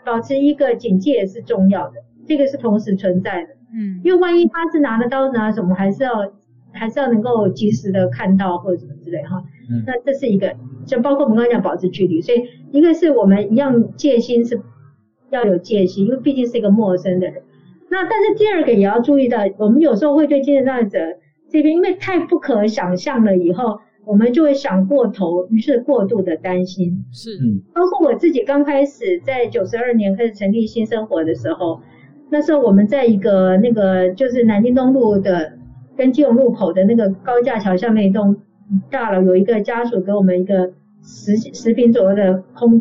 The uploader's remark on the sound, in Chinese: 本集採線上錄音，音質欠佳請見諒